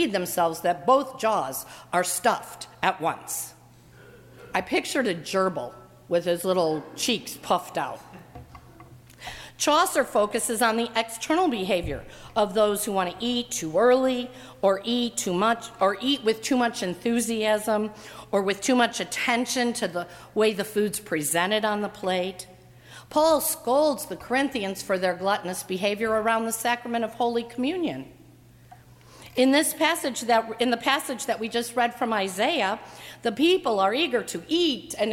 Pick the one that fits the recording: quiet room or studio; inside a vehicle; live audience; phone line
live audience